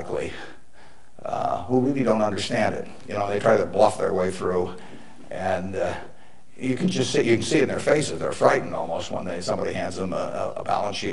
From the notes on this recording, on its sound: motivational speech at University of Nebraska